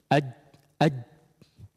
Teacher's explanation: Antum ucapkan jim ketika disukunkan tanpa diqalqalahkan · Term: syiddah